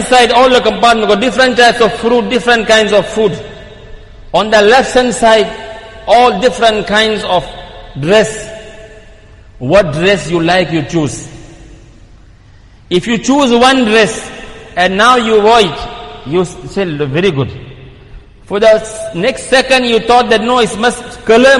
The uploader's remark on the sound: Jumuah lecture at Masjid e Quwwatul Islam